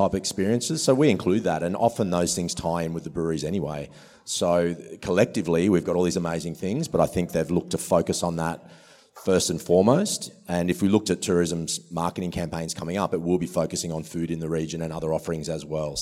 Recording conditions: busy venue